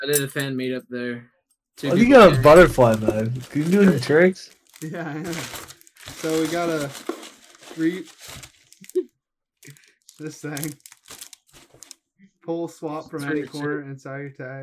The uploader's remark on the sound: Recorded very late and uploaded even later. Watch this on YT because just listening to the audio is probably horrible.